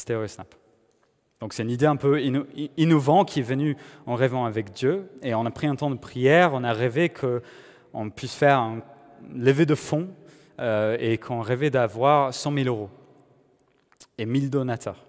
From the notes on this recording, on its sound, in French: Enregistré à l'église CVV, le 31/01/2021